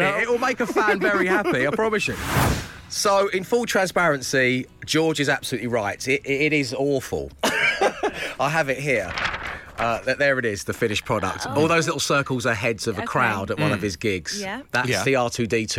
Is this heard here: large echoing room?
no